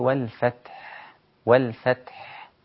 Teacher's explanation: طبعا الحاء هنا مكسورة وصلا وسكنتها من أجل الوقف، هنا جاءت التاء ساكنة وبعدها الحاء ساكنة · Term: التقاء الساكنين